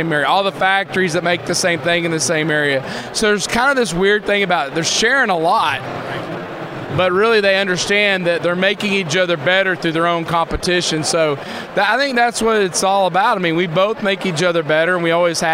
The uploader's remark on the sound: talks live from the Success Group Expo in Dallas